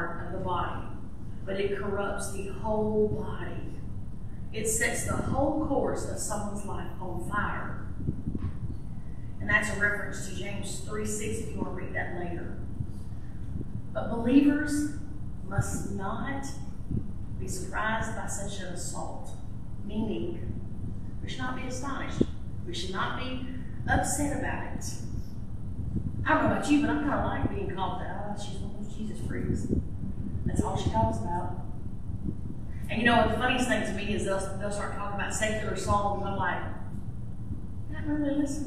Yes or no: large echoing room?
yes